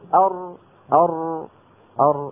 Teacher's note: طرف اللسان يقرع ما يحاذيه من غار الحنك الأعلى · Term: الراء